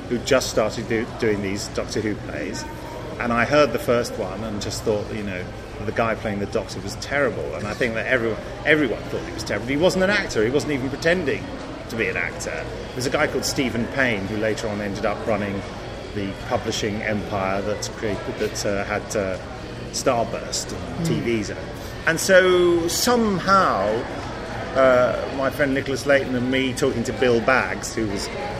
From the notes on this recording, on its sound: This episode was recorded both at and a little after the Chicago TARDIS 2010 convention. This episode was recorded both at and a little after the Chicago TARDIS 2010 convention. You will also hear some select audio clips from the podcast panel!